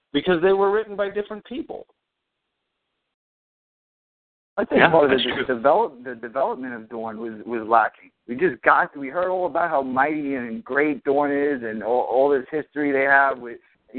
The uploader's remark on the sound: Fan Call